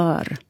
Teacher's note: om det kommer ett r efter så säger jag hör. Då blir det mer öppet ö-ljud.